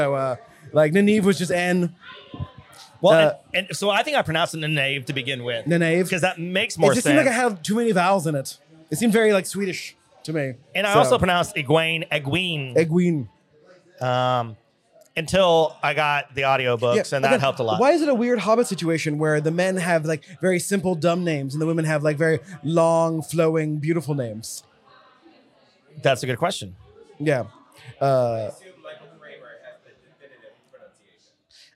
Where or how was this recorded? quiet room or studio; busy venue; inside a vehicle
busy venue